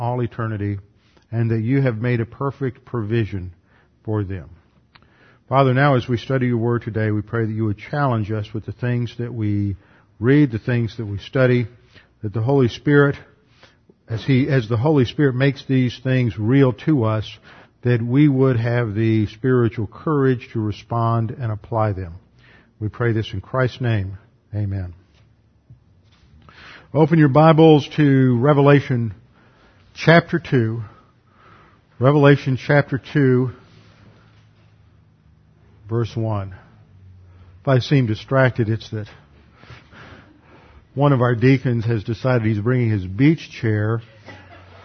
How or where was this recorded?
large echoing room